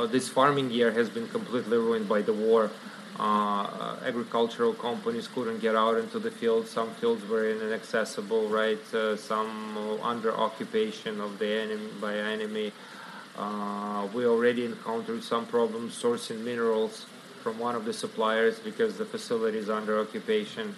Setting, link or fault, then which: setting, busy venue